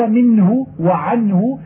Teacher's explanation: فمخرج هذه النون من طرف اللسان، ومعها غنة تخرج من الخياشيم لأنها غير مخفاة والغنة ظاهرة